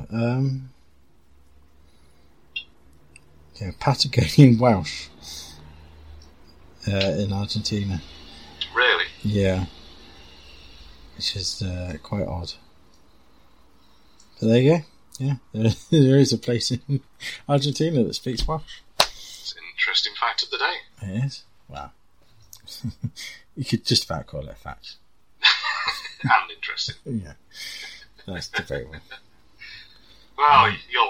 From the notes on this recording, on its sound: apologies for the audio issues